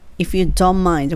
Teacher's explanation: don't の t は落ちる感じで